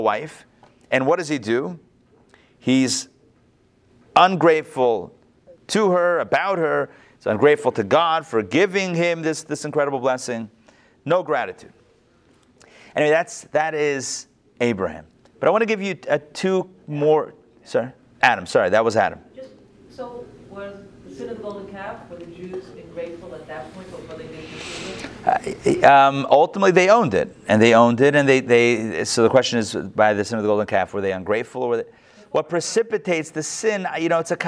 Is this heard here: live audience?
yes